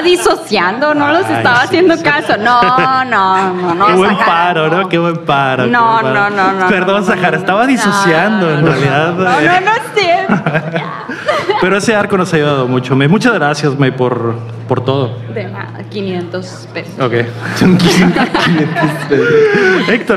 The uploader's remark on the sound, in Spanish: En Vivo desde la UPDACON 2023. Regresamos a grabar en vivo desde Mexicali BC, frente a nuestra gente.